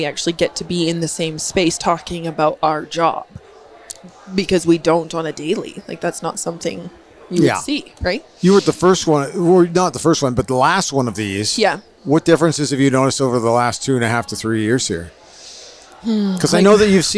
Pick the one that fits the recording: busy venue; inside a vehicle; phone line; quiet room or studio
busy venue